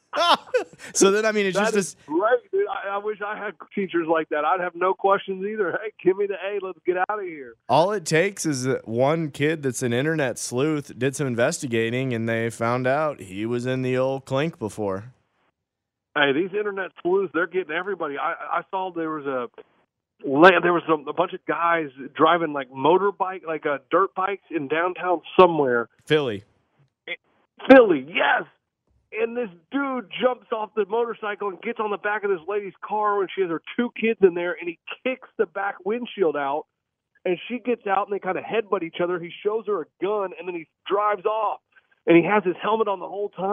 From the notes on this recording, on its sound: Is still out sick still so he he has to call in from his front porch once again.